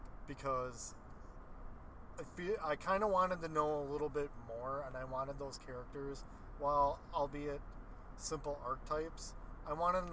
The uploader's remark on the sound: Drive Time Special. Hop in the car and take a drive to and from the theater.